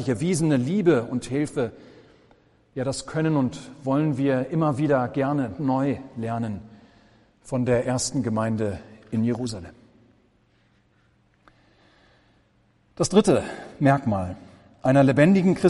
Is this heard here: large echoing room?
yes